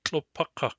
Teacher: Notice that the ending has enforced a short, short template on its stem.